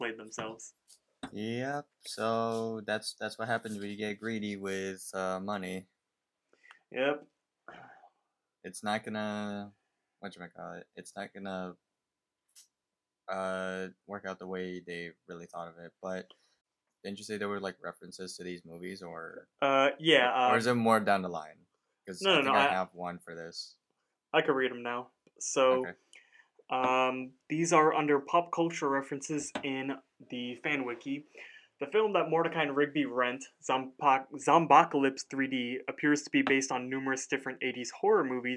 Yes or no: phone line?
no